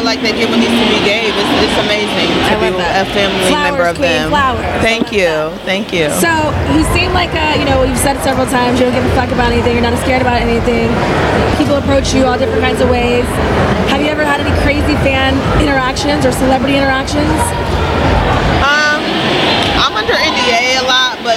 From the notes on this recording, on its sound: This episode was recorded during the Exxotica Convention.